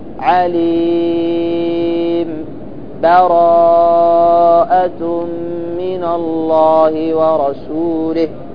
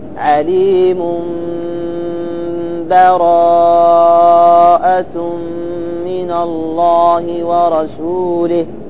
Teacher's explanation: السكت على عليم سكتة لطيفة من غير تنفس على الميم ثم الابتداء بأول براء · Shown in: first take